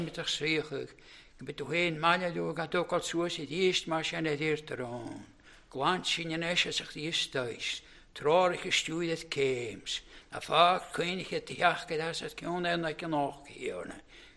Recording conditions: large echoing room